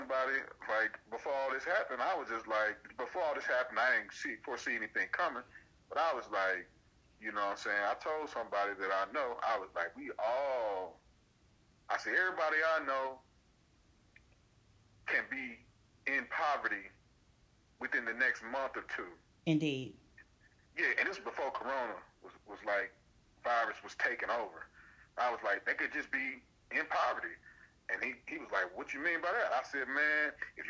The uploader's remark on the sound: Reconnect after another hiatus but this time over the phone due to the current COVID-19 Self Isolation guidelines.